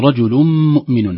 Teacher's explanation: لا، وذلك لأن ضبط المصحف الكريم يعتمد أن الكلمات كلها مترابطة، فنقول رجل مؤمن كأنها كلمة واحدة، لكن لو بدأنا نقول مؤمن من بدون شدة، الشدة هذه من أثر التنوين في كلمة رجل، ومن أثر التنوين في كلمة مؤمن، هذا يسمى إضغام